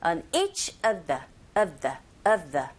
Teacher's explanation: of 뒤에 정관사 더 나왔습니다. 이 of, 더, 둘 다 기능어이기 때문에 빠르고 약하게